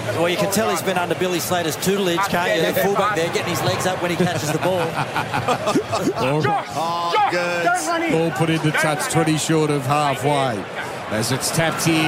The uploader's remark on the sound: as we call all the action live from the Adelaide Oval